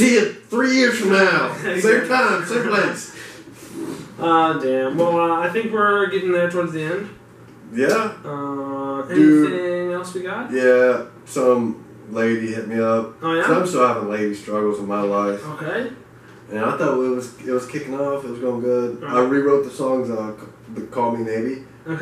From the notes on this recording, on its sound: Sorry in advance for poor audio quality. We had some recording hiccups.